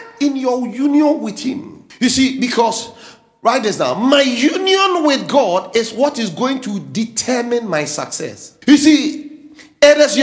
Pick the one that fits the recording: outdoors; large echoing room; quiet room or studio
large echoing room